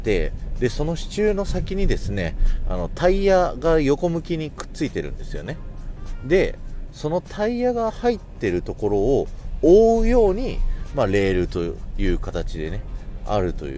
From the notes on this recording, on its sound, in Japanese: ノー編集。東京ディズニーランドアドベンチャーランドのジャングルクルーズの前から聞いてください。